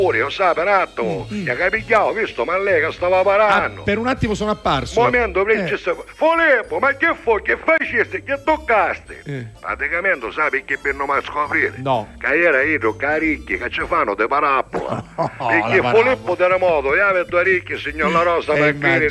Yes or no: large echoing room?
no